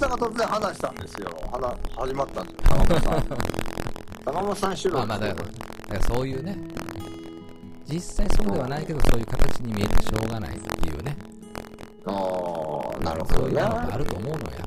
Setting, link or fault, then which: fault, background noise